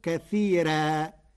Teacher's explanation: قرأ ورش كلمتي كثيرا بترقيق الراء فتصير كثيرا لأنها لغة بعض القبائل.